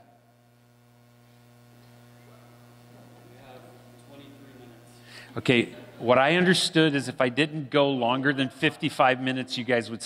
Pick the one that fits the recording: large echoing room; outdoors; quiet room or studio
large echoing room